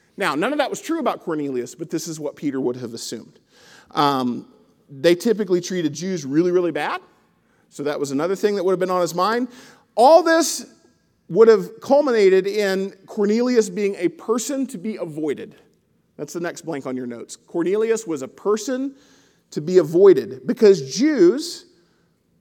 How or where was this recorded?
large echoing room